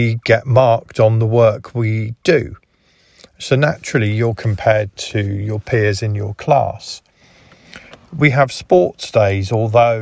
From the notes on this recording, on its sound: I started off by talking about competition, with myself, while waiting for my daughter in the car. Excuse the sound quality, but I only had my iPhone handy at the time. When I got home the conversation continued with my son.